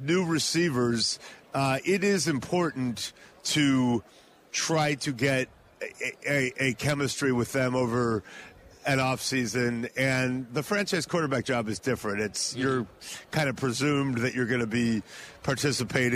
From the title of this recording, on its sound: Live From Radio Row At Super Bowl 57